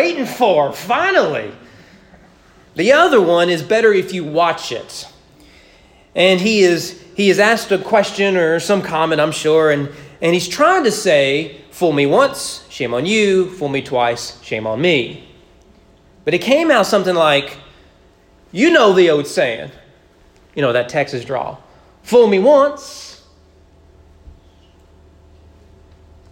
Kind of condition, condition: setting, large echoing room